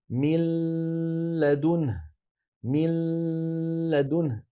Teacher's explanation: يخرج صوتان معا، لام من الفم وغنة مزامنة لها من الخيشوم